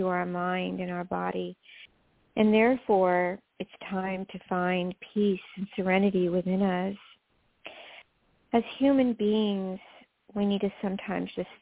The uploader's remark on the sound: Talk with previously recorded callers. THIS SHOW WAS PREVIOUSLY RECORDED. In this previously recorded episode on Blog Talk Radio.